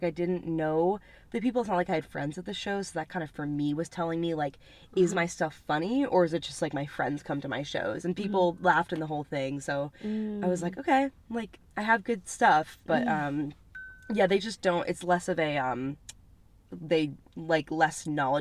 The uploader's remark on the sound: In The Car